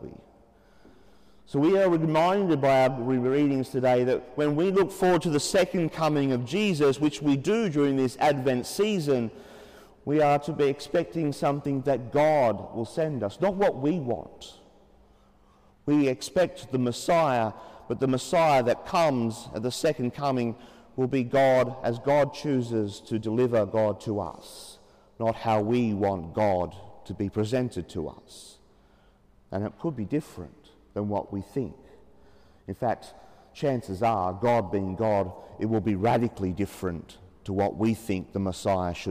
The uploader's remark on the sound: As preached during the 9.30 am Mass in Sacred Heart Cathedral, Hamilton.